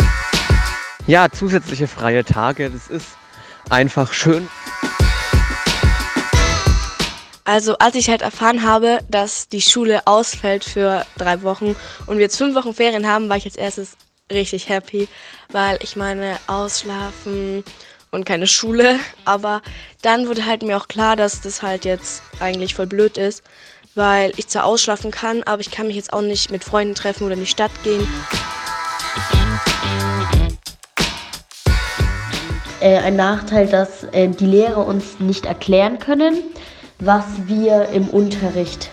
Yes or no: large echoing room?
no